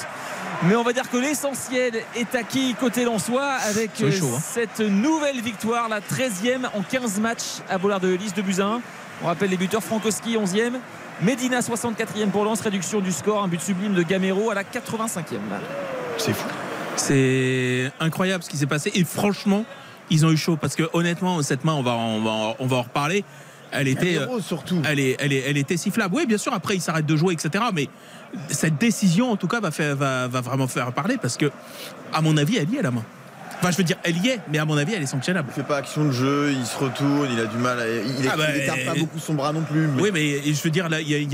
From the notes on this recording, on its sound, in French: en direct du stade Bollaert